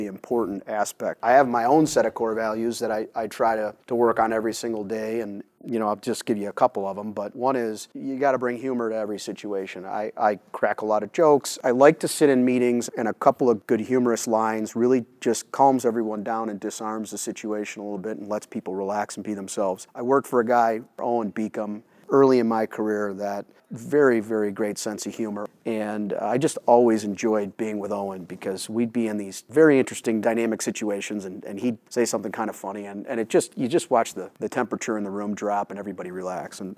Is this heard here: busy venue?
yes